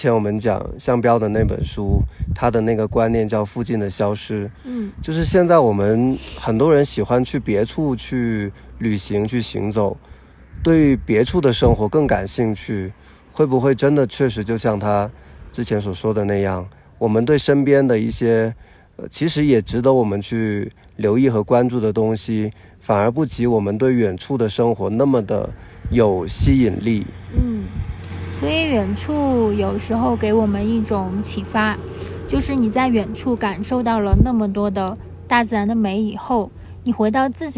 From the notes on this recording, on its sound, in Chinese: 这是我们在海拔4513米的波瓦山录制的一期节目。我们把前段时间在 稻城 休假时录的聊天内容分享出来。你会在节目中听到不时刮过的高原的风、路人的声音、野兔与山猪突然间的脑回路切换。